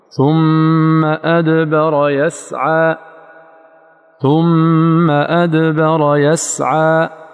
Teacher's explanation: في تحقيق الدال الشديد الذي ينحصر خلفه الهواء لم تحتج إلى أكثر من لحظة تحقق فيها القرعة · Term: قرعة واحدة